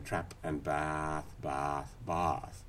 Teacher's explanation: as they got longer and longer, they got opener and opener